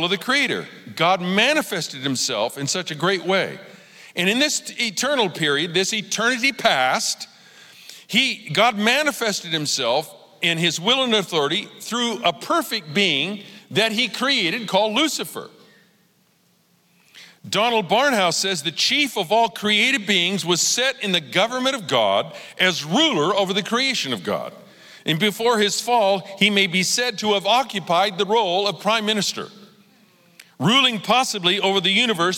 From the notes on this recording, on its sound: Recorded live at Capital Church in Meridian, Idaho